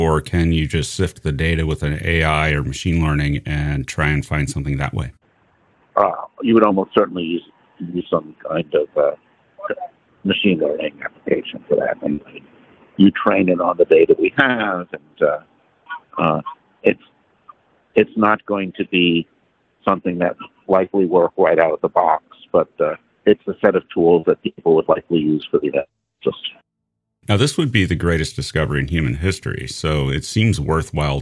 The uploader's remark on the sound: Audio not great but it's a cell phone on a train, after the NASA press conference to present the NASA UAP report.